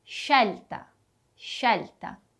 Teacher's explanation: Aqui o SC vai ter um som de X ou CH, porque a letra que vem depois é a vogal E.